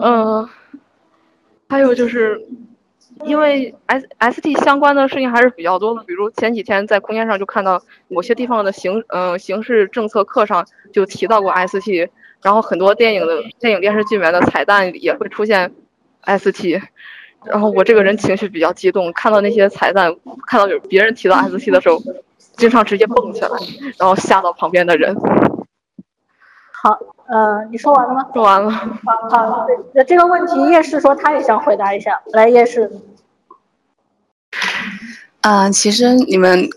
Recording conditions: poor sound quality